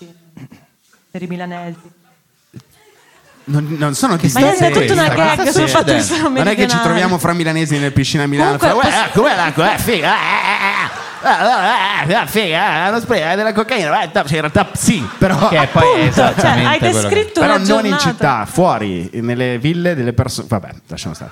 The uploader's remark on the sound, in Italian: Live dal teatro Franco Parenti di Milano. Con gli aneddoti variegati del pubblico milanese, tra giovani lavoratori, studenti fuori sede e molto altro.